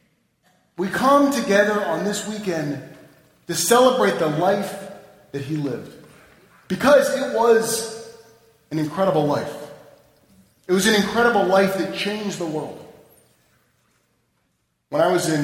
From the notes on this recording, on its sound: Delivered at the Annual Third Baptist - Emanu-El Interfaith MLK Service on 1-16-11